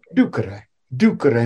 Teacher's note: No long mark, so you accent the first syllable.